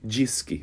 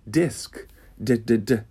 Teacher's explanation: Um D com um pouquinho de soprinho. · Shown in: second take